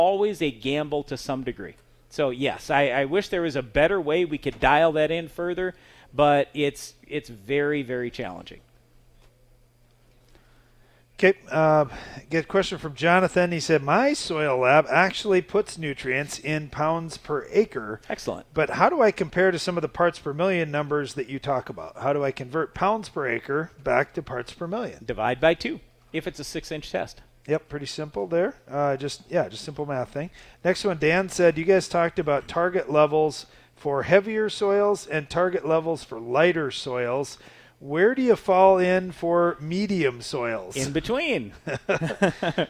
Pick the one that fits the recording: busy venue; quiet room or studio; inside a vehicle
busy venue